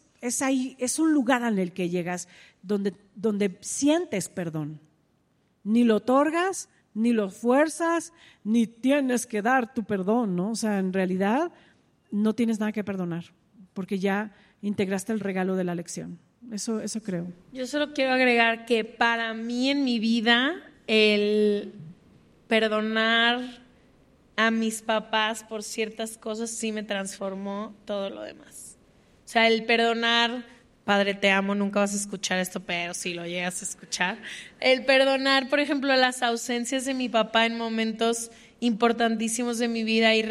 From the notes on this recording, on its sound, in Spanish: “Se Regalan Dudas: Episodios en vivo” desde el Lunario del Auditorio Nacional en CDMX